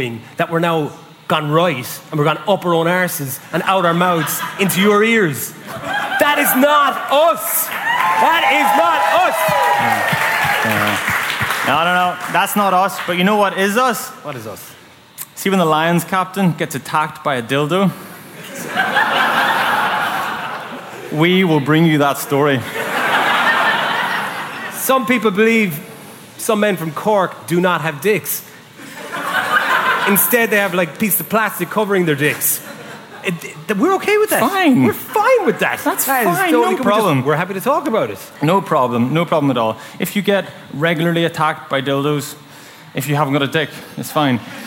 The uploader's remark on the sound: House of Rugby World Cup launch party